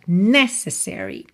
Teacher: A palavra necessary tem a sílaba tônica na primeira sílaba, necessary.